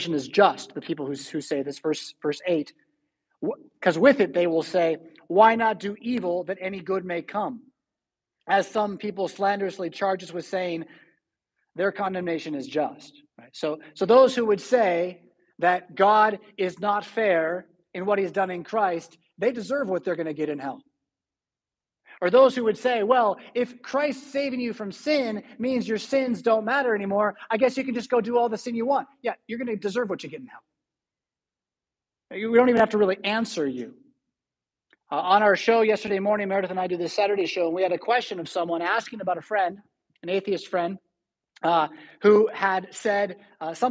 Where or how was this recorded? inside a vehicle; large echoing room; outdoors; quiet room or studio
large echoing room